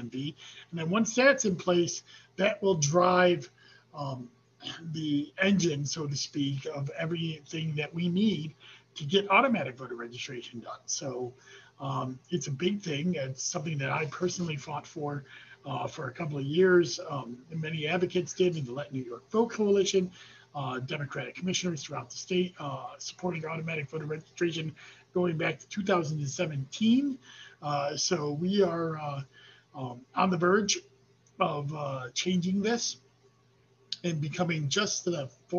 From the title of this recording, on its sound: Zoom